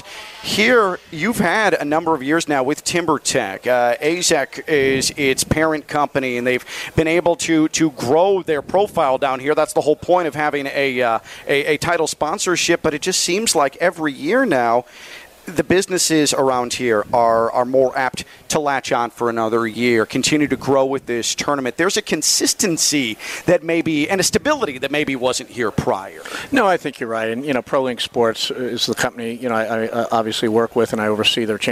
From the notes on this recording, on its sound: Live from the Timbertech!